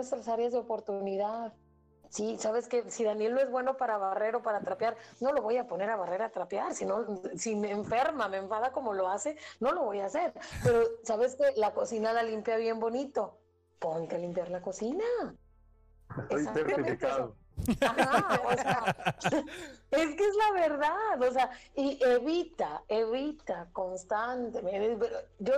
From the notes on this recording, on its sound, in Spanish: se grabarán vía remota guardando la debida cuarentena ante la pandemia mundial del coronavirus covid19, por lo que ofrecemos una disculpa por las distintas calidades de audio